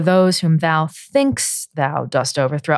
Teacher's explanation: I think thinkst is actually the highest point of that line · Term: trochee